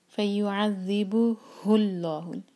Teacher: ہا کو ہم سینے سے نکالیں گے